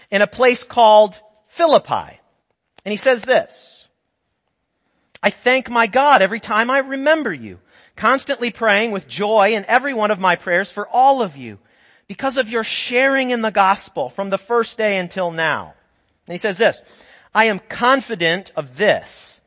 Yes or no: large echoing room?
yes